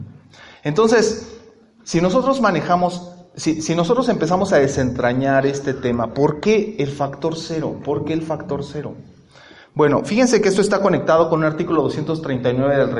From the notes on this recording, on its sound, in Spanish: compartimos la exposición dentro del Panel Universitario en el marco de los festejos de la Semana de la Contaduría Pública 2019